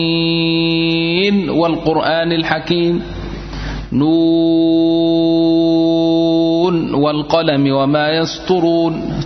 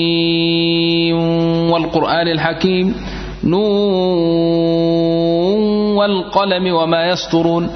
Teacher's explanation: تظهر النون عند أبي عمرو وعند حفص وعند بعض القراء · Shown in: first take · Term: الإظهار